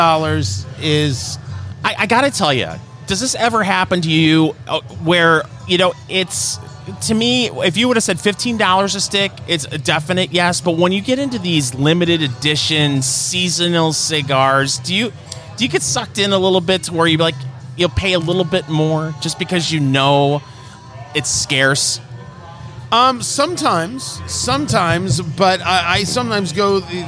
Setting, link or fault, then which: setting, busy venue